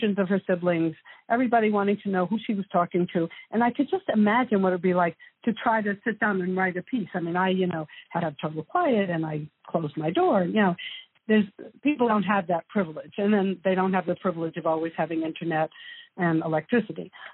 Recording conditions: phone line